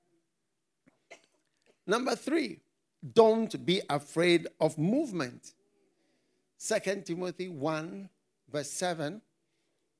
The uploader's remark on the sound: Preached at the FLOW Church.